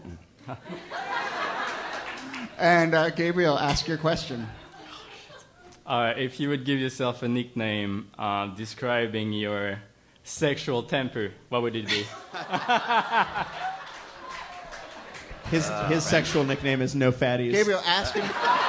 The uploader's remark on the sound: Ask Roulette is a conversation series in which strangers ask each other questions on stage.